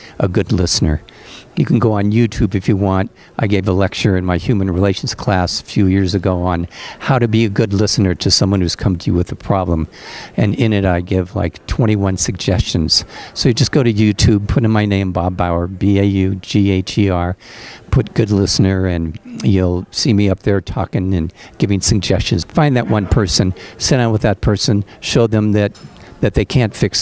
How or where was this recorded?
busy venue